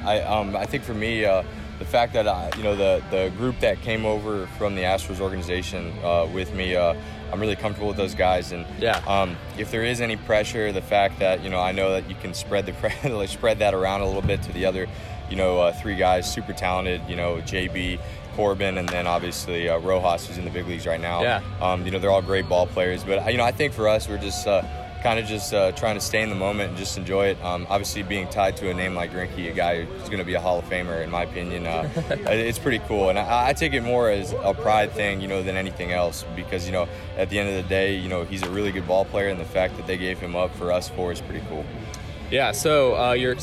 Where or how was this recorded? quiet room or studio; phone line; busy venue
busy venue